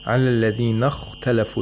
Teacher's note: The خَا has تَفْخِيم at the second lowest level because of the sukun.